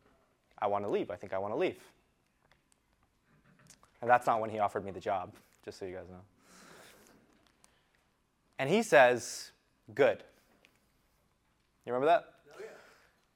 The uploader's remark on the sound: Today’s episode is an excerpt from a workshop I delivered at our recent Untap Your Sales Potential mastermind in Austin Texas.